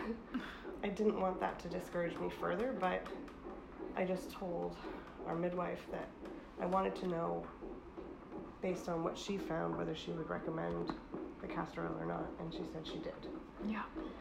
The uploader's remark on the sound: I apologize for the quality, hospitals are incredibly loud places.